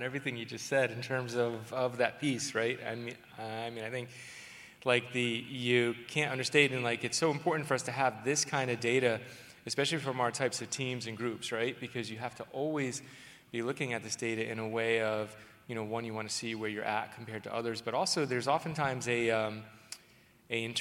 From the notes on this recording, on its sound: This session was recorded at DPHARM 2022.